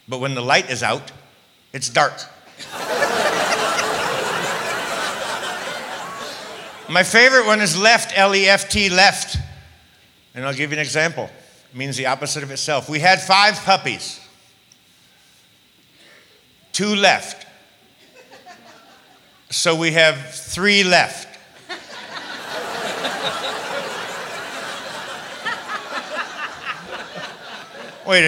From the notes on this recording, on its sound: Live at the SouthPoint Casino